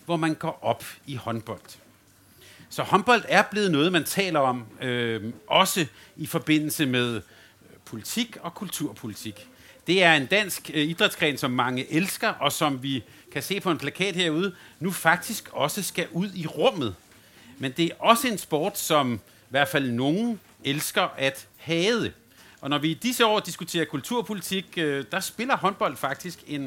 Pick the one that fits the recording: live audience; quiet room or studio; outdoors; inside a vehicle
live audience